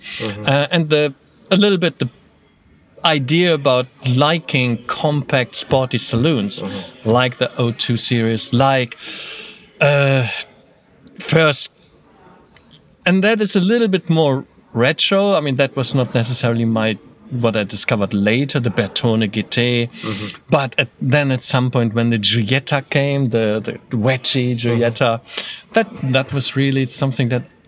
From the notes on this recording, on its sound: For this year’s Goodwood Festival of Speed, we took our microphones with us and shoved them in the faces of some of the most powerful and interesting people behind the most exciting cars in the world.